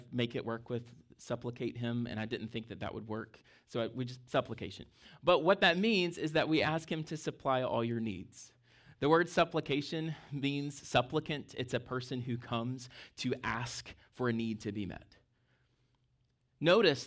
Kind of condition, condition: setting, large echoing room